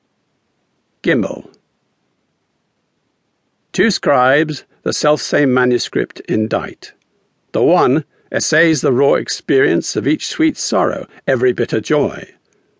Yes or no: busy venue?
no